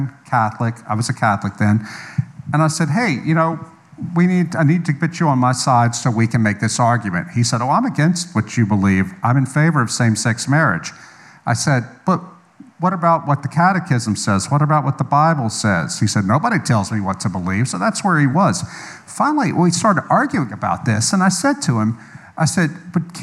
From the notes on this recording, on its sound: live at Conduit Church